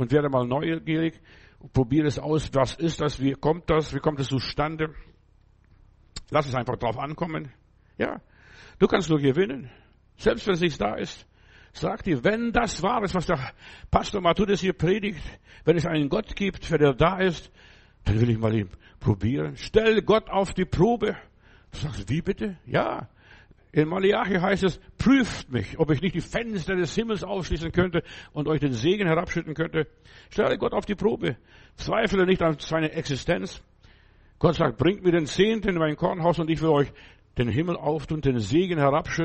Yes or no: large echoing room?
yes